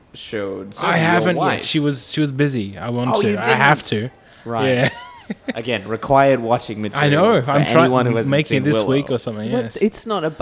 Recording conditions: busy venue